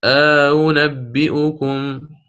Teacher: وهذا التسهيل سيكون هذه المرة بين الهمزة والواو لأنها مضمومة الهمزة الثانية، مع إدخال ألف الفصل